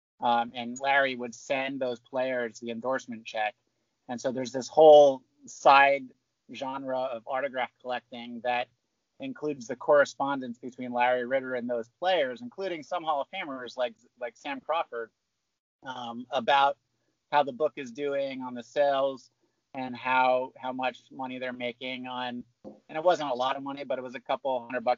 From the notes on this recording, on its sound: This episode was recorded via Skype during the COVID-19 quarantine.